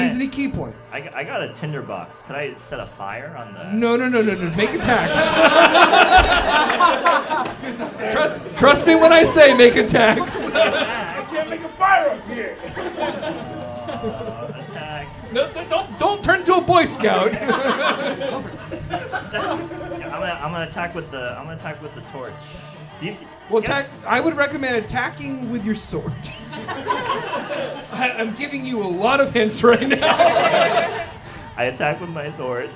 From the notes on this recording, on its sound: from our new live show, Thirst For Adventure!